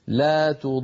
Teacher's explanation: الراء بضغط وبقوة إشعارا للسامع أن هذه الراء التي وقفت عليها راء واحدة